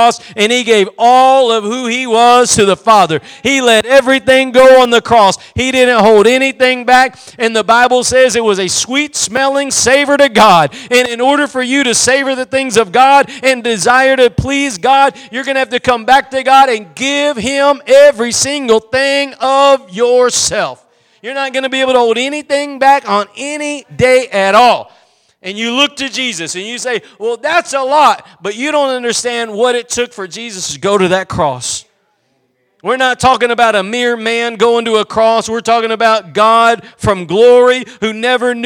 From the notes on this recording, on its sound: Preached at Gospel Lighthouse in Bossier City, La.